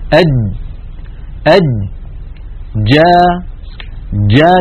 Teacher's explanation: لما نقول جا يكون المخرج مقفولا تماما ثم ينفتح · Term: الجيم العربية الفصيحة